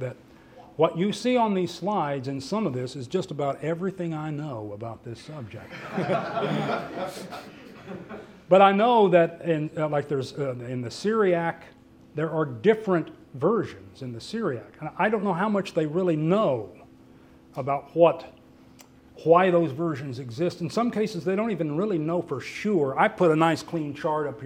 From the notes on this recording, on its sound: questions and comments from the audience